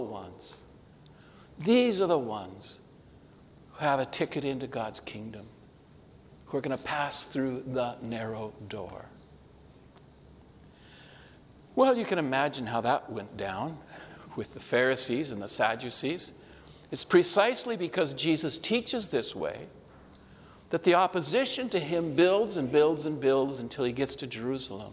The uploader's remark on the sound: This homily was shared at Sacred Heart Church, in Brewster, Washington